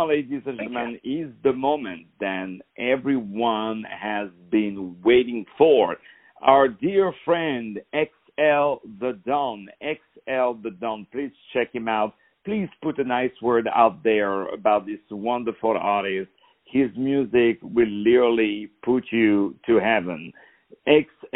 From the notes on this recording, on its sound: On the phone